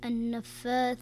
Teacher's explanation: طيب النون، قلنا أن النون المشددة يكون الحكم فيها غنة بمقدار حركتين، فتقرأ النفاثات.